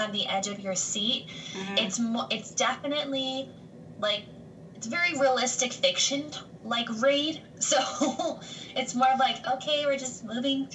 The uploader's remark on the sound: Is in the process of moving so please excuse the sound quality.